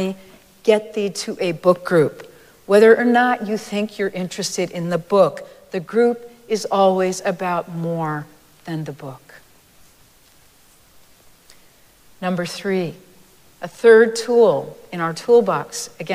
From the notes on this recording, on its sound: Recorded live at Arlington Street Church.